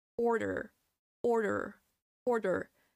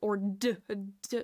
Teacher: Keep in mind, it's a very fast D. The tongue touches very, very quickly. · Shown in: first take